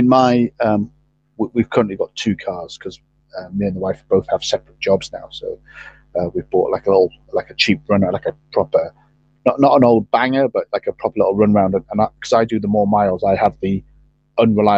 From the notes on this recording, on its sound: Some audio issue, but it is what it is.